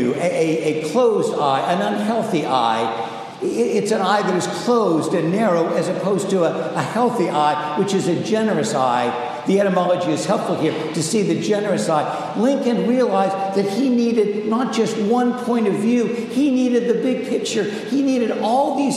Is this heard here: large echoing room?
yes